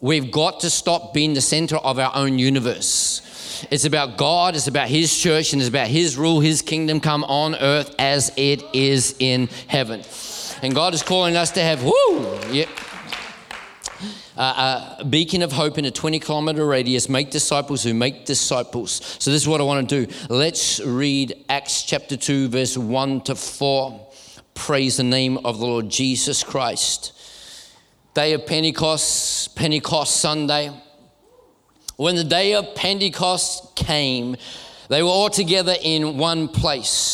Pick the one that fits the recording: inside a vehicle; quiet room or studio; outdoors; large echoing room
large echoing room